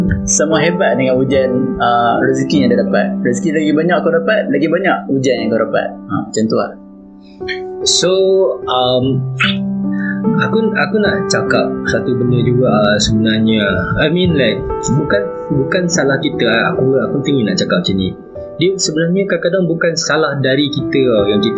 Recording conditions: poor sound quality